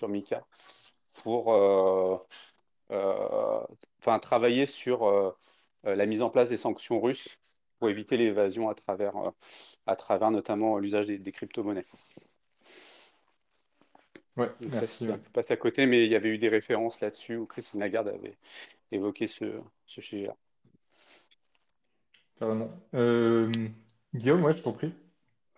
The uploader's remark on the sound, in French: Nous vous expliquons tout en grand débat ici. Vous êtes plus de 200-300 en live et plus de 25 personnes ont parlé.